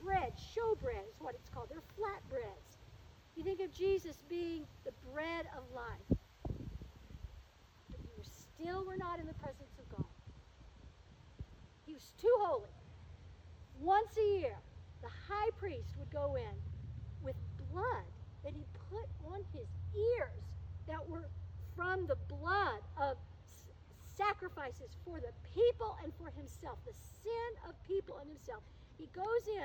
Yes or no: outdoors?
yes